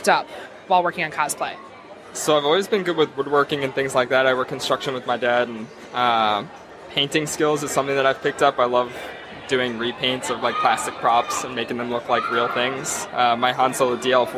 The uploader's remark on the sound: Cosplay Confidential – Live at All Star Comicon. Live on the con floor at All Star.